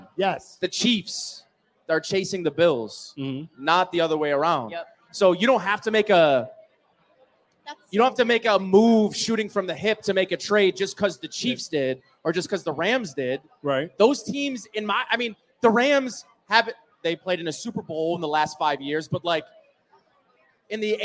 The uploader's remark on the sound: Live at Resurgence Brewery. Live from Resurgence Brewing Company!!